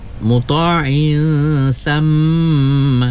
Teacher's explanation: mim sabdu tu wajib gunnah ya, dua harkat